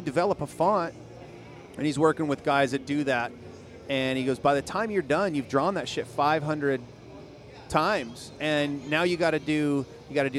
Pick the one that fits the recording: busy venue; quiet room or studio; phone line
busy venue